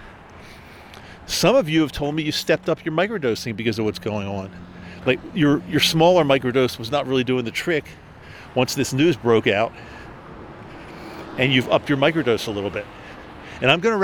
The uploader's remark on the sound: This is a SPECIAL EPISODE – recorded outside while walking hence the breathing!